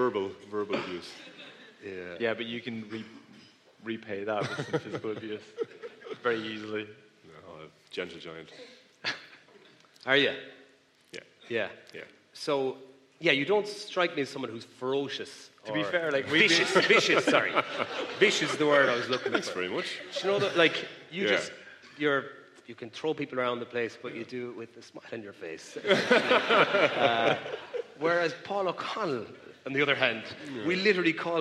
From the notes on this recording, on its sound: LIVE in Belfast. Live(!) at The Belfast Empire.